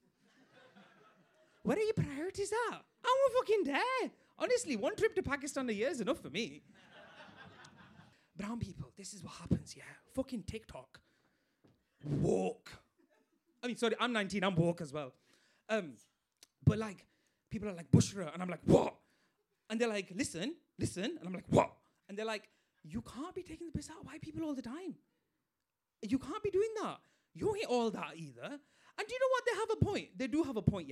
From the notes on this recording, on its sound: In our second Queer Talk Live show we invite the boys from You Don't Love Me Podcast to the stage. Full performance and interview recorded live at Above The Stag Theatre.